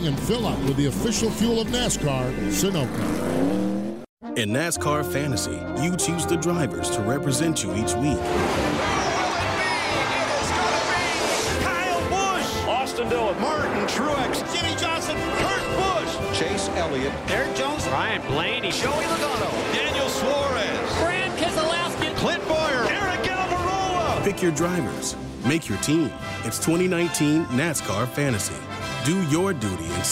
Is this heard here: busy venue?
yes